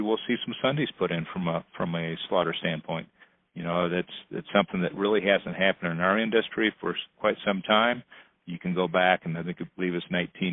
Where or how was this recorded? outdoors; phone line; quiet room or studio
phone line